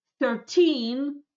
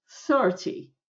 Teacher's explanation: 13 будет 13, ударение на teen, да? А 30 – 30, ударение в начале. 13, 30. Потому что на конце как не очень хорошо слышно, поэтому разница больше через ударение воспринимается.